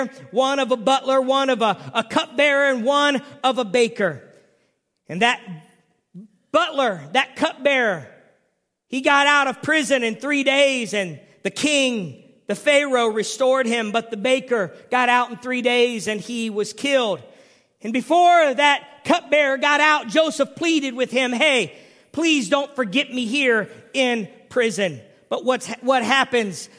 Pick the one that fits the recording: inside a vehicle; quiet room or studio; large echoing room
large echoing room